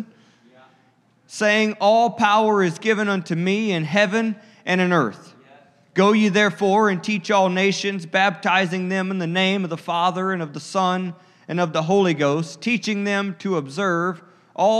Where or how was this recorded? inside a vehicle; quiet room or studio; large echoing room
large echoing room